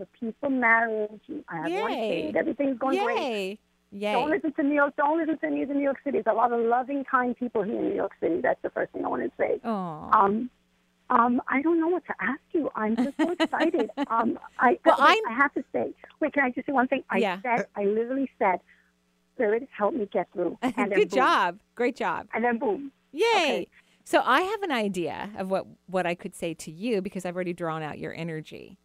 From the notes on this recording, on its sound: Enjoy a call-in show today.